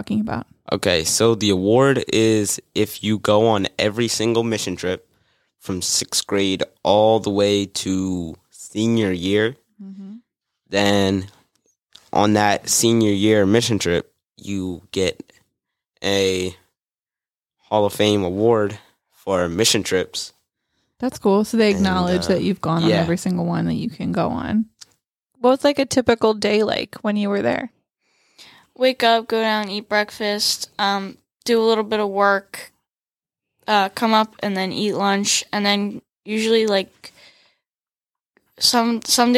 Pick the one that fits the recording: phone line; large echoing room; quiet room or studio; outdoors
quiet room or studio